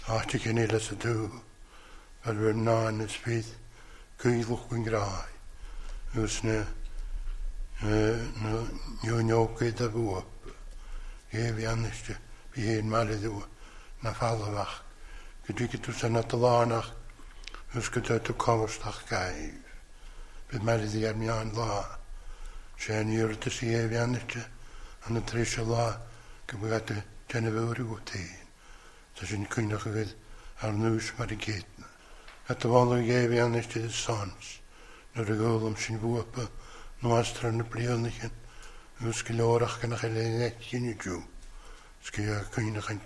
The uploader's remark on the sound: recorded at North Harris Free Church on the evening of Sunday 17th April 2022